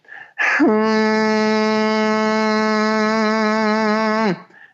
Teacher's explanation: what I'm doing is I'm buzzing on a nasal. When I say nasal, I don't mean I'm buzzing through my nose. · Term: semi-occluded phonation